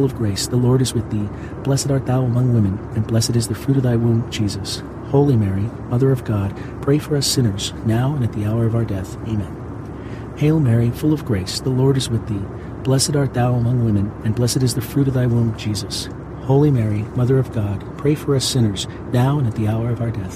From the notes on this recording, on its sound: Pray the Rosary from inside a commercial jet while powerful engines provide a soothing rumble outside at an altitude of 35,000 feet.